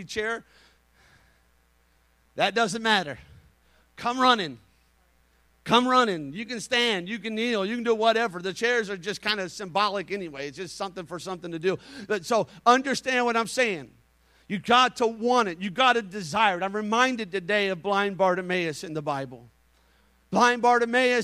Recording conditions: large echoing room